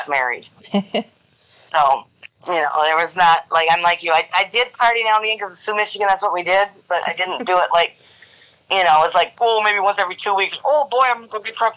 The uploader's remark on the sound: Phone Interview